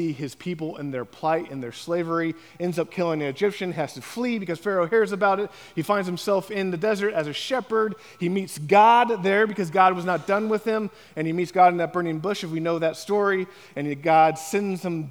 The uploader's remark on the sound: On the morning of September 10, 2023, at Chaffee Crossing Baptist Church.